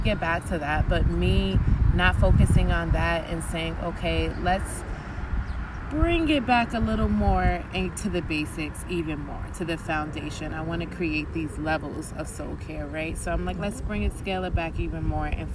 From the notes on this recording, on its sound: We recorded this outside in a park